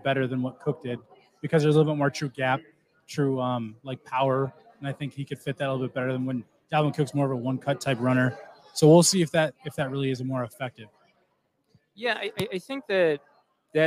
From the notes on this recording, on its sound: LIVE at Lake Monster Brewing.